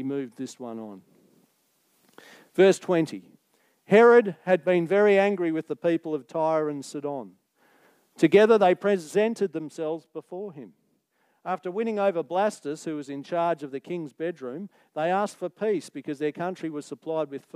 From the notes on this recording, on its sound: Recorded Live on 22nd October 2023. Geraldton Baptist Church.